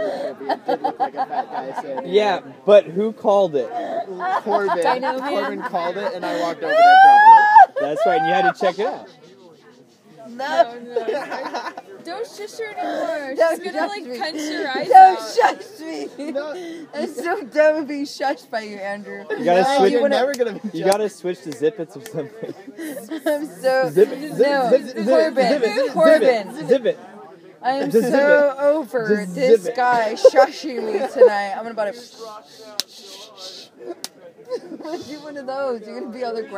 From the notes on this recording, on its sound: Recorded live without explicit permission from the garden during the night sessions of Squidfest 2014.